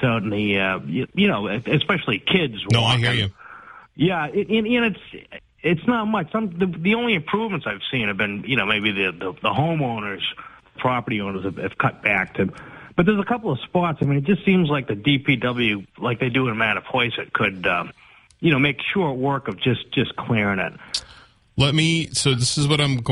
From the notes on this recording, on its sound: Takes calls from the audience.